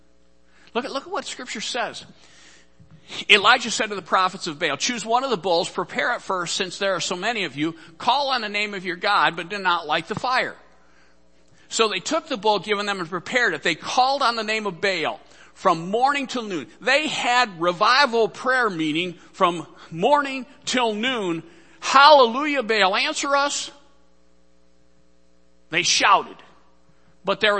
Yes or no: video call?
no